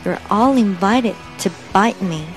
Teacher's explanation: all 的音，然后再把卷舌加起来。You'reall，you're allinvited，然后 all 的。l 和 invited 前面的 in 可以做连读。You're all invited, invited. You're all invited. to 我们把它弱化变成 t